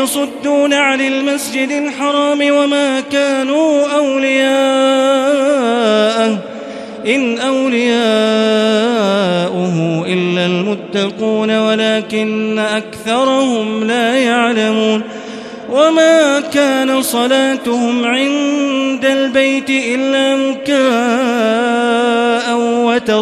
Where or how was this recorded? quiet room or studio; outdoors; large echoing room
large echoing room